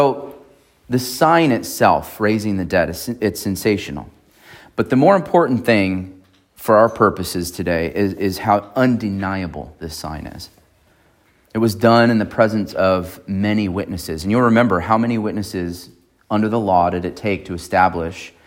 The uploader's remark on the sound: on April 30, 2023 at Emmanuel Baptist Church in Fallbrook, California.